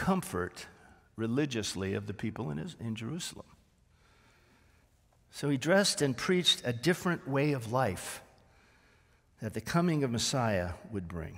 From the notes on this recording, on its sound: This sermon was originally preached on January 21, 2024, at Grace Baptist Church in Santa Clarita, CA